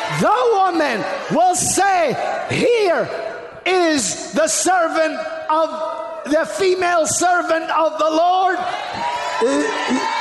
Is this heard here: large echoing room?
yes